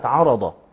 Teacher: عندنا هنا الراء والضاد مفخمة، العين هي اللي مرققة